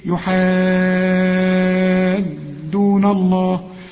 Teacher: مدام عندك مد فوق الالف اهي اللي بعد الحاء وحرف مشدد، يبقى لازم تمد 6 حركات